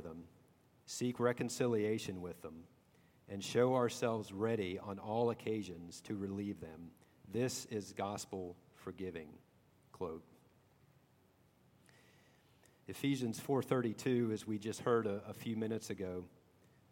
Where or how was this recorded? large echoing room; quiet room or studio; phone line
large echoing room